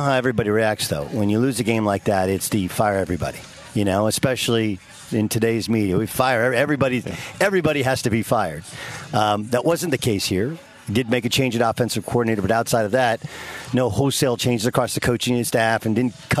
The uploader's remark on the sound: LIVE from Chargers training camp in Costa Mesa, CA